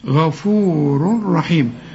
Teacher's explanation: والله غفور رحيم، عندك اتنين راء، لكن لما تلاقي تنوين وبعده راء ما تغنش.